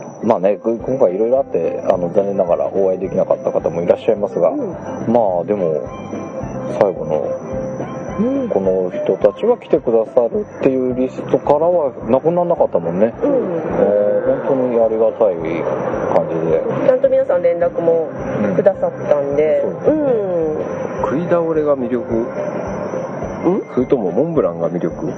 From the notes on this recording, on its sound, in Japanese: イベント終了後に千葉県某所の路上で収録